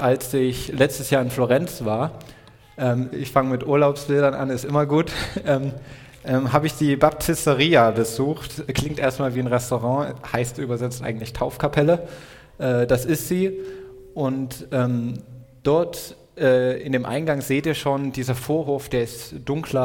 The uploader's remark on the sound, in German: Predigt im Rahmen des GreifBar+ Gottesdienstes